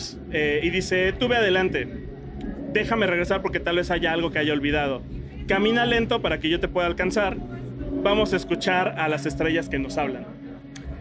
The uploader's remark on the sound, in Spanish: Traemos otro episodio grabado directo desde el Corona Capital y con otra de las bandas que se presentó ese día.